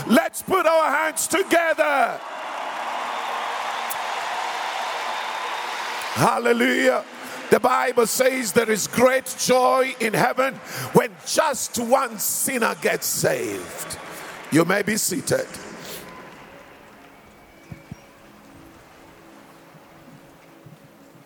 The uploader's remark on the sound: preached on Resurrection Sunday at the Annual Good Friday Celebration held at Orlando Stadium on the 09th of April 2023